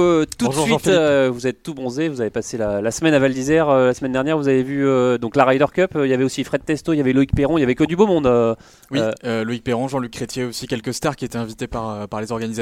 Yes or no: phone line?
yes